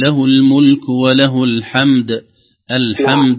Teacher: الحمد وهي ليس فيها يعني غنة طويلة وليس فيها داعي للمد. سكون فيها سكون، عفوا فيها سكون. · الدال مقلقلة بعد الميم الساكنة تحتاج عناية شوي